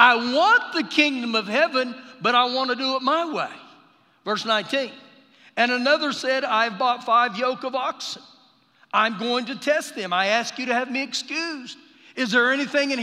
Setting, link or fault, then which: setting, live audience